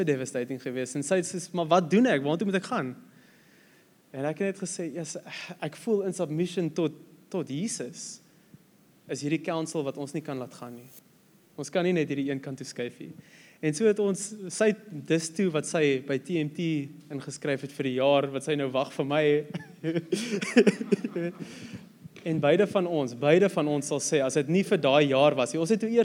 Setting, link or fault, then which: setting, large echoing room